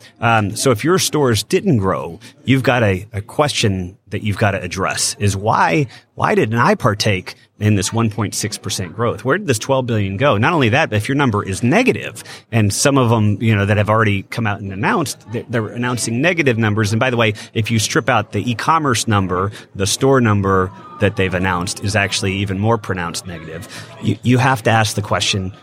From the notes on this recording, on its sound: sat down for a interview live from the NRF Big Show